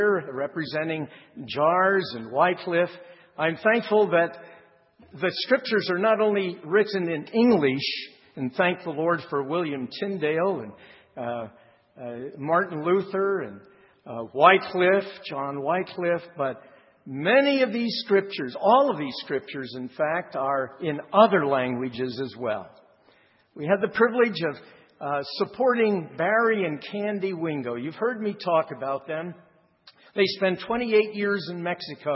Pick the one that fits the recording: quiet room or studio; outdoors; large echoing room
large echoing room